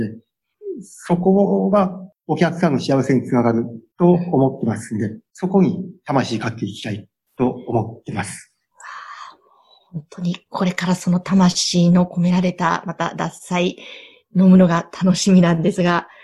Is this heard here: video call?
yes